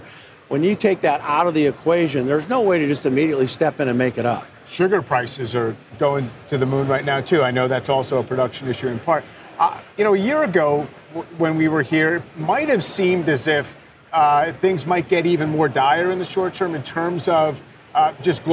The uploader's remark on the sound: Stops by the Berkshire subsidiaries on the exhibition floor at the annual meeting. In the midst of thousands of attendees and shoppers.